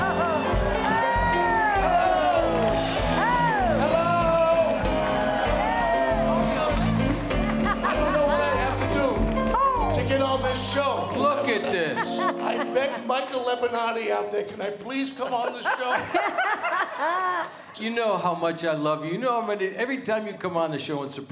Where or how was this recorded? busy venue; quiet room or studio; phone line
busy venue